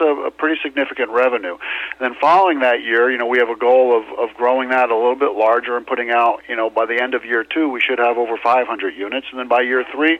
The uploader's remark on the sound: Called in to SmallCapVoice.